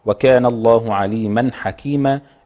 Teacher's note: الاظهار الحلقي وجريان الصوت قليلا في حرف الحاء علشان يظهر ويبان، ودي صفة. وذات لما يكون ساكن يعني، لما يكون ساكن بيبقى ابين يعني، يعني جريان الصوت بيبقى اوضح يعني.